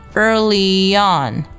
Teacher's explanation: 在连读的时候呢会产生一个非常轻非常快的 ye 的连音